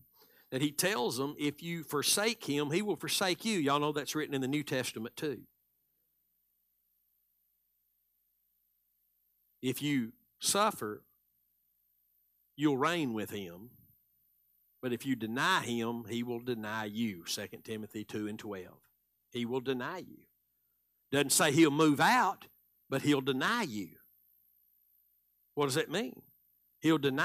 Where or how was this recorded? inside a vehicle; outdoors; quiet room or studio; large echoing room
large echoing room